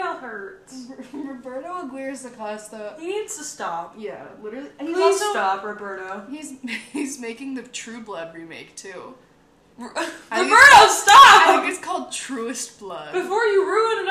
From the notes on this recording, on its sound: An episode with lots of technical difficulties